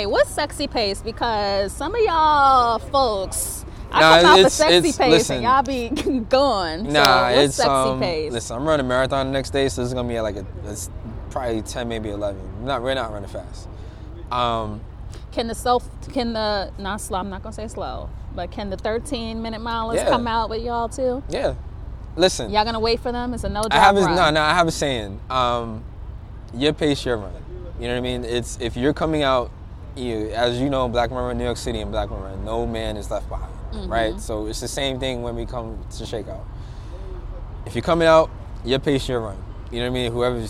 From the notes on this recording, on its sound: This episode was recorded outside on the streets of Brooklyn, NY. What you hear are the raw sounds of New York City.